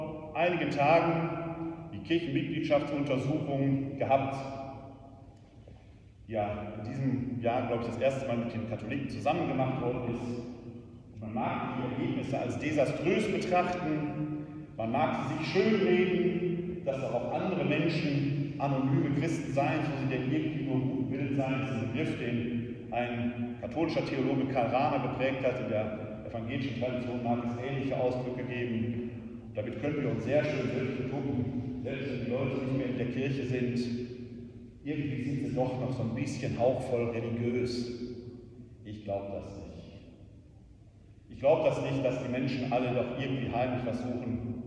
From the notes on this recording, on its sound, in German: Mitschnitt vom 1.12.2023. Wir bitten, die schlechte Tonqualität zu entschuldigen.